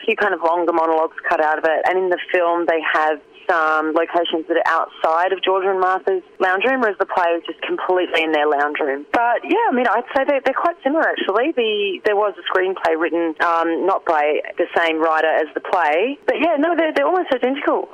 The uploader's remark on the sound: phone interview audio quality is a bit scratchy